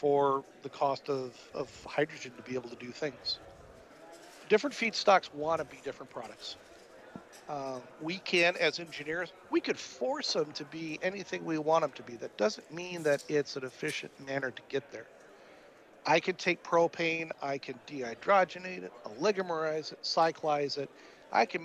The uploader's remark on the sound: Live at AFPM